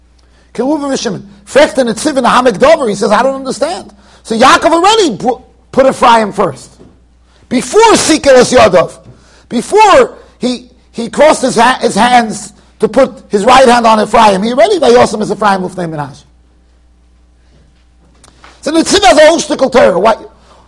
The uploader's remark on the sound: Shiur recorded in Yeshivas Ohr Reuven, Monsey NY.